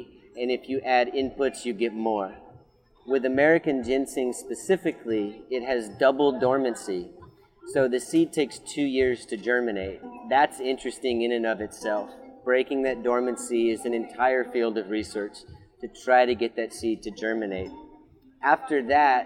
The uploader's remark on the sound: at the Smithsonian's Earth Optimism Event on the Mall in Washington DC